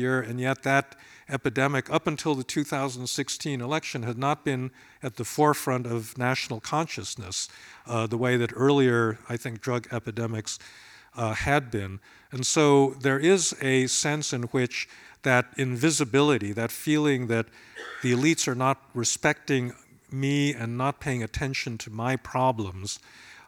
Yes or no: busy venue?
yes